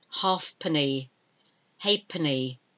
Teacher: You don't pronounce the F.